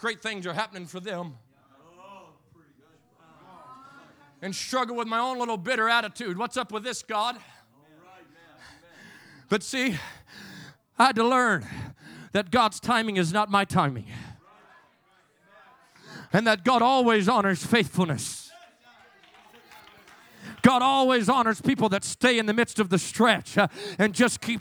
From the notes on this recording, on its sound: in Revival services at FPC of Jennings